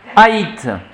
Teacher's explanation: Faire entendre les deux voyelles en deux émissions de voix distinctes.